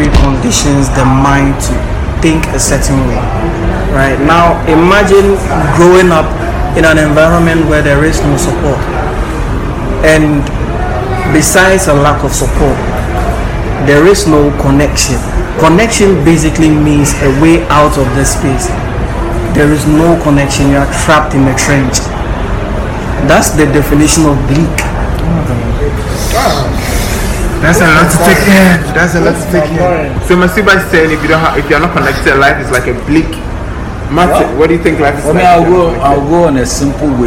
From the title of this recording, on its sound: OUTDOOR RECORDING